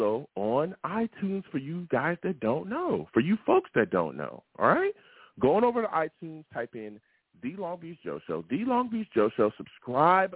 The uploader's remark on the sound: Tonight, live at 7pm eastern. I take live calls!